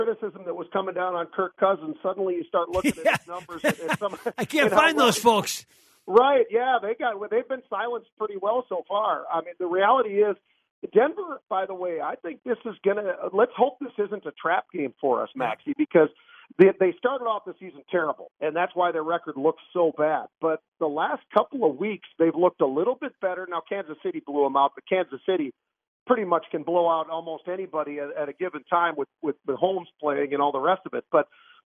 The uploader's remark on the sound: opens up the phone lines